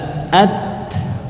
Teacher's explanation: Saat menempel ujung lidah pada gusi atau pada pangkal gigi tidak ada hamas at. Ya, namun munculnya setelah lepas.